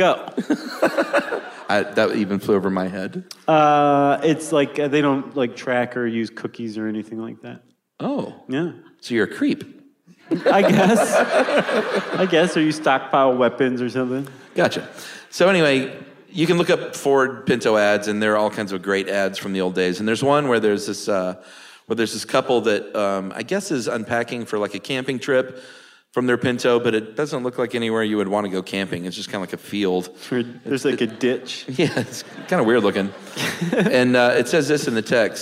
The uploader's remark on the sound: Special live benefit episode recorded in Atlanta.